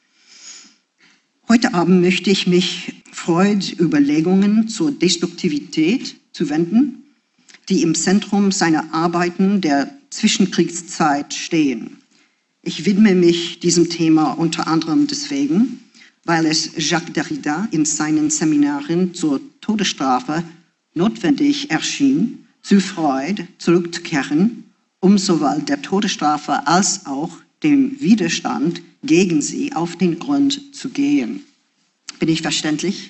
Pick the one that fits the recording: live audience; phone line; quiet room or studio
live audience